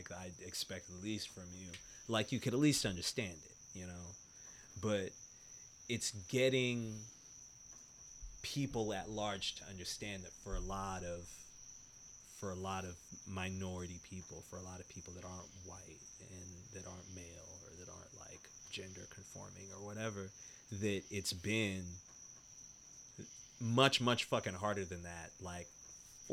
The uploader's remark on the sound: recorded outside in South Carolina, during the rain, alongside all the frogs and insects.